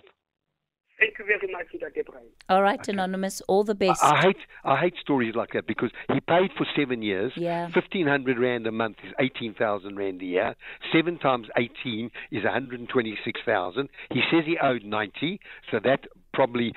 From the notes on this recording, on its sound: Guest(Phone)